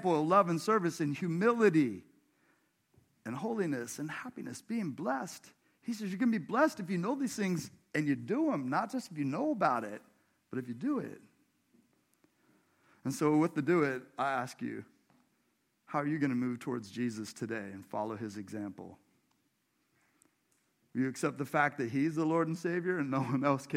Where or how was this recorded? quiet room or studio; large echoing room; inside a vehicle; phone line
large echoing room